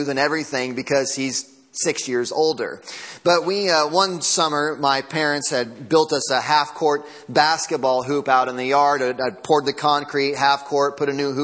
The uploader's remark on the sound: Sunday Morning Sermon Audio.